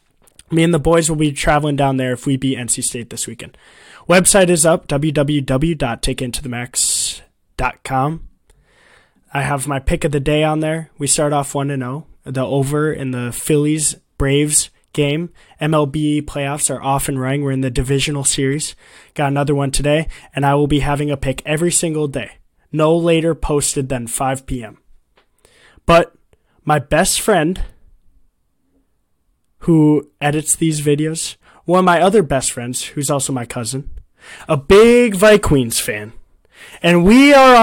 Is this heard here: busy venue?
no